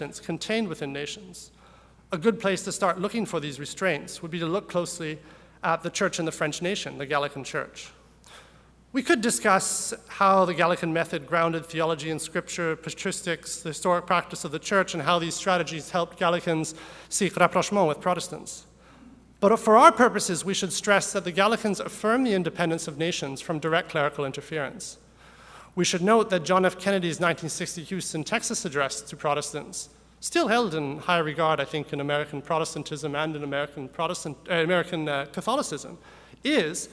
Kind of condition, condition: setting, live audience